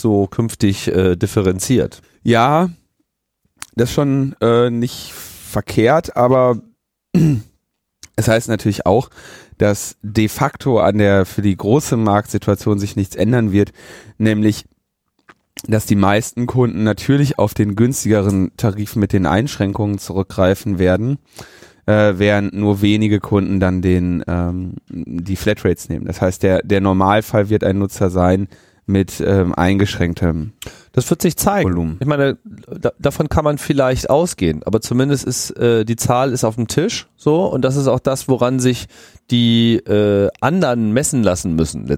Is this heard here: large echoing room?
no